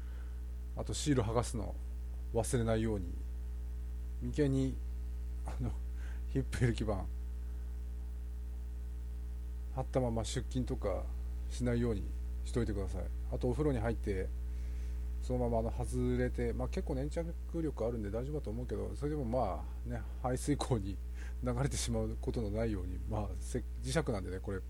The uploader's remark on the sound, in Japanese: 音小さい＆ノイズ